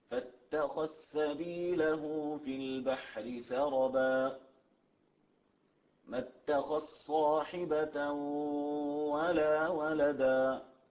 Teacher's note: تدغم الذال في السين والصاد · Term: إدغام الذال